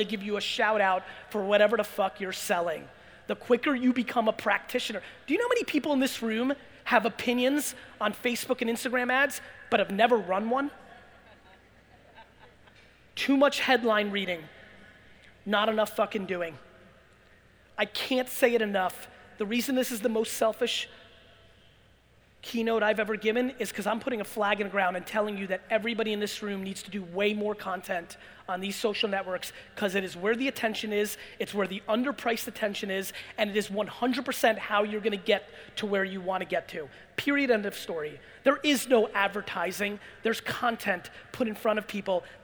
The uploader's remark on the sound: A Keynote: The National Achievers Congress Ft. Lauderdale 2018